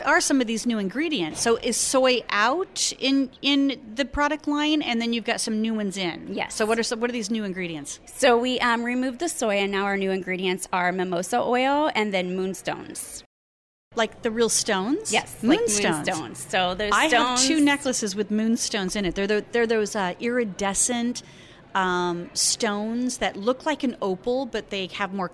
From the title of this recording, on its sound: Live at ISSE 18